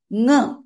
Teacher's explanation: When nga comes, it is guttural, but it's also nose also is involved in pronouncing the sound. It's a guttural nasal.